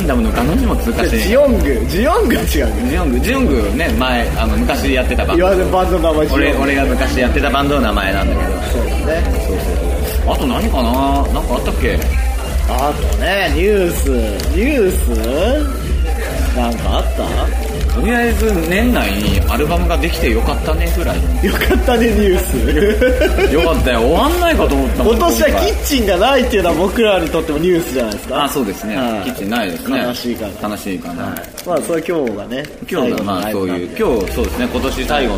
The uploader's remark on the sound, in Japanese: 2009年最後の録音はクリスマス一色に染まる渋谷lounge neoでのライブ楽屋からお届け。